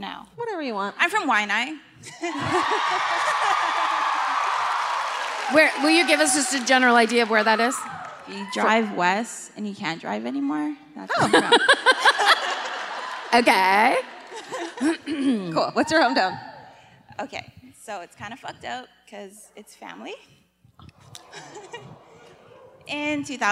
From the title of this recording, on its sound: Live at the Blaisdell Concert Hall in Honolulu